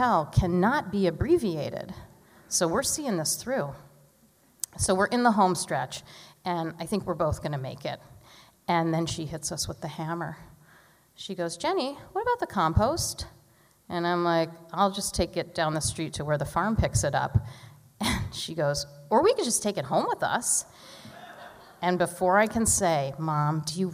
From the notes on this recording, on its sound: Every storyteller brought their A game to the Academy of Music in Northampton for our final Story Slam of the season.